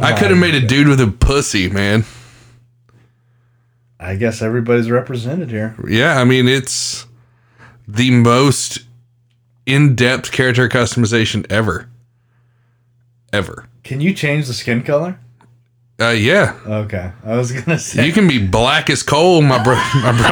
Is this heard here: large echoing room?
no